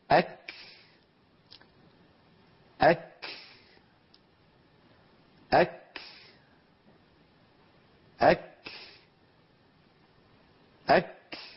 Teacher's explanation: فإذا تجافى اللسان عن مخرج الكاف انطلق هواء النفس الذي عبرنا عنه بهذا الدخان الأبيض الذي ترونه، لنبين أنه لا صوت هناك. · Term: الهمس